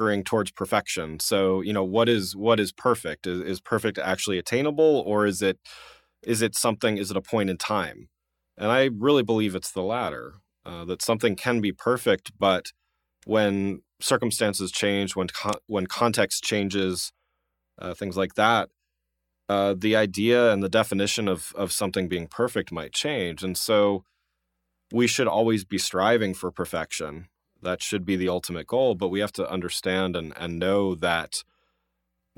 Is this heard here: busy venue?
no